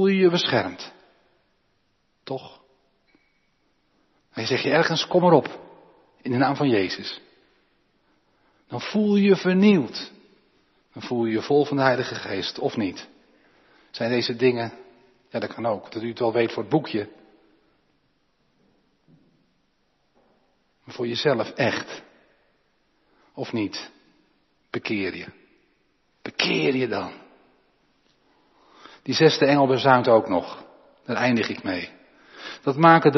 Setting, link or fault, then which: setting, large echoing room